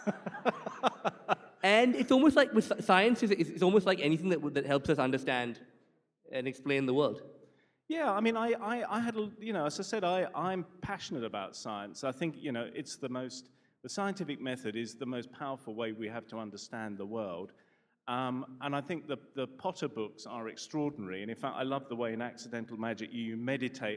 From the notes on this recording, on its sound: A live session from #JaipurLitFest2020.